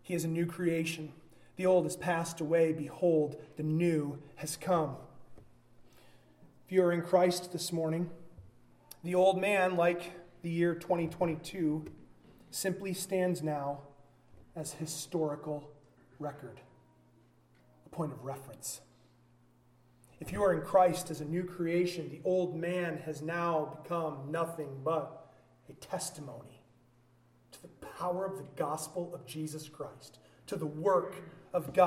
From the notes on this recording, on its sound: a sermon delivered at Byron Baptist Church, during a joined gathering